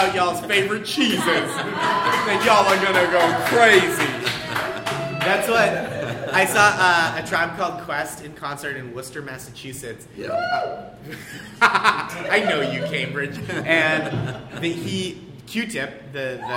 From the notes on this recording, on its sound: This live episode featuring a dazzling lineup of comedians and storytellers.